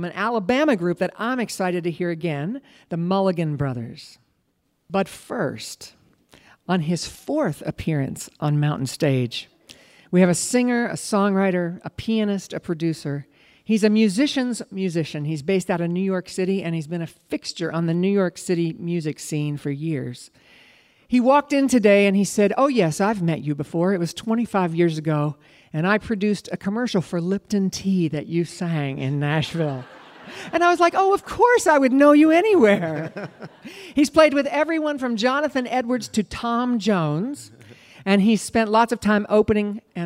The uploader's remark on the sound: Recorded in Charleston, WV at the Culture Center Theater.